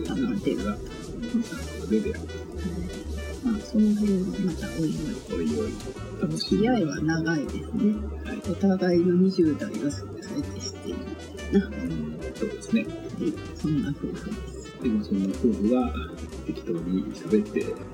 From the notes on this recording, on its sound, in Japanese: 録音環境がまだ整ってないので、ノイズが大きいですが、 次からはもう少し改善できる・・・かな？